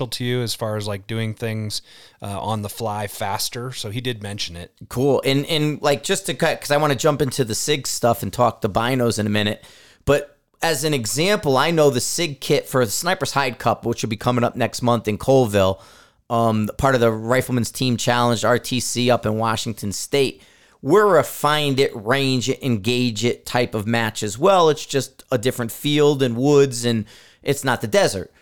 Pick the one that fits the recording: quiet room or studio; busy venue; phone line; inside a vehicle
quiet room or studio